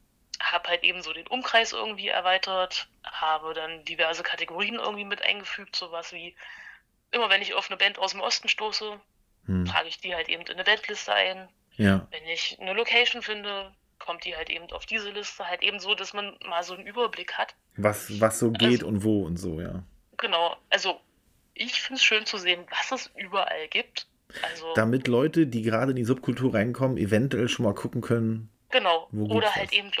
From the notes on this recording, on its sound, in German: Diese Folge musste aufgrund von technischen Widrigkeiten via Telefon aufgenommen werden. Daher können die Lautstärken tatsächlich etwas schwanken.